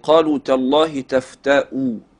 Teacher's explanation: ما فيش واو ممدودة، وإنما هنا همزة جعلت هذه الواو صورة له · Term: همزة مضمومة